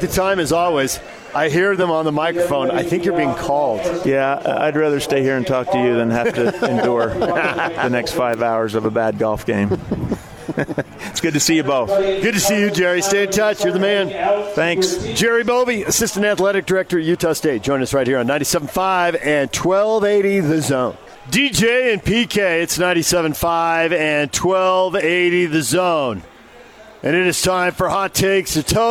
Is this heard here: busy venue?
yes